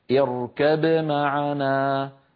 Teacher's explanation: بقلقلة الباء وتبيينها من غير سكت بين الباء والميم · Term: الإظهار